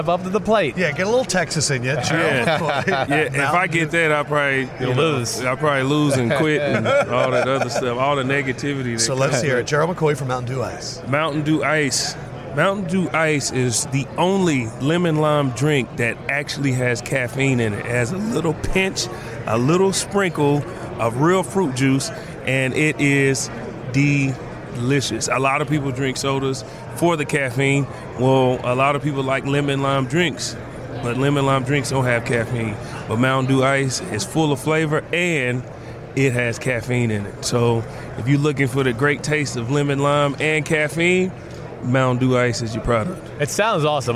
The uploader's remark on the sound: Radio Row Friday Special